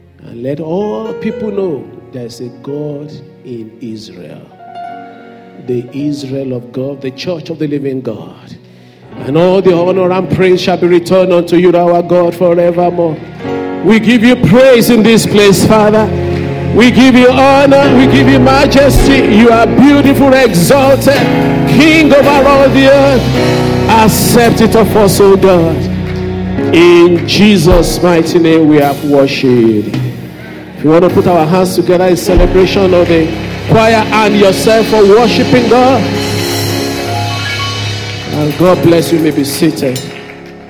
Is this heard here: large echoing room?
yes